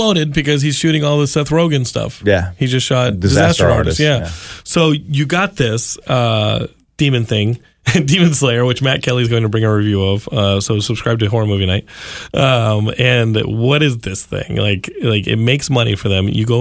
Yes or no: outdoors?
no